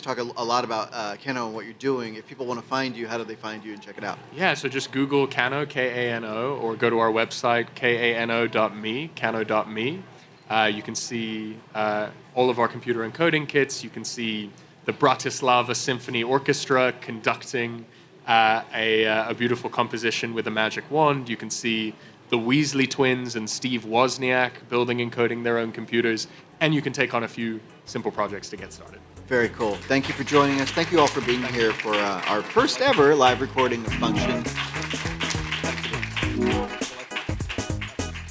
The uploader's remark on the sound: live from the Google Assistant Playground at the Consumer Electronics Show (CES) in Las Vegas